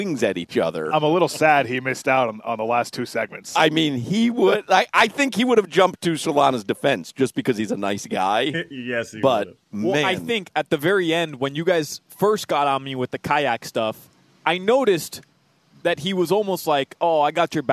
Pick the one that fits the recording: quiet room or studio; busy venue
busy venue